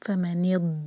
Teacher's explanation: نون کو جب دود سے جوڑیں تو دود پر جھٹکا نہ آئے ورنہ دال کا ساؤنڈ آئے گا